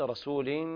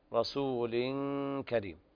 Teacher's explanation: فالغنة تكون كاملة مع الوصل الكلمتين معا · Shown in: second take